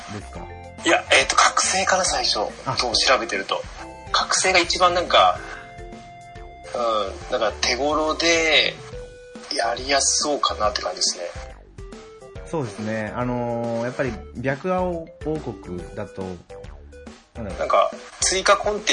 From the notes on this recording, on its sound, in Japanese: 今回は、収録環境が悪く、話中の前後編で音質がだいぶ変わっております。